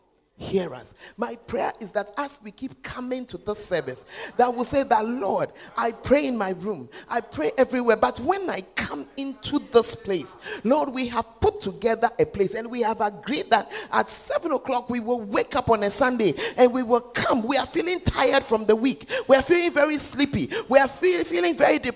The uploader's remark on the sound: Preached At The First Love Center, Ayeduase (The Presence Service)